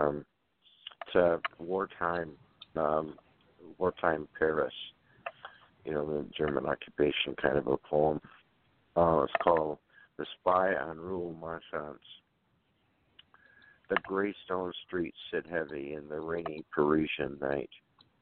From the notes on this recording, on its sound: The SpeakEasy Cafe ~ONLINE~ Call In - OPEN MIC POETRY Radio Show